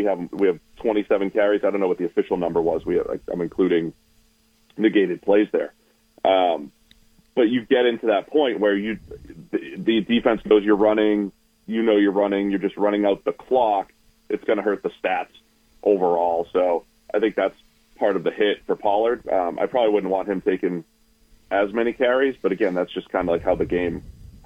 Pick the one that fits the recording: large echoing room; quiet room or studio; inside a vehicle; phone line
phone line